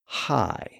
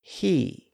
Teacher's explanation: We shape the vowel sound and we precede it with a little voiceless breath. · Term: H sound